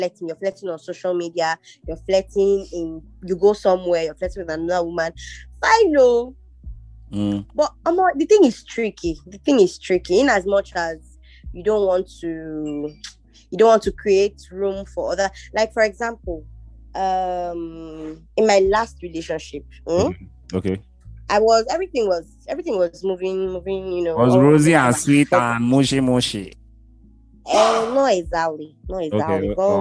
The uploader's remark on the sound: Over a ZOOM AUDIO CALL Recording.